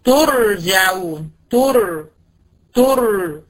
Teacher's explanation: أهي ري ساكنة قبلها ت مضمومة، يبقى الري هنا هت إيه؟ هتفخم. يبقى لما يجي لي رسة كده زي المثال ده، هبص لحركة الحرف اللي قبلها، اللي قبلها لو مفتوح او مضموم الره دي هتفخم، طب اللي قبلها لو مكسور على طول اوتوماتيك كده اقول يبقى هترقق.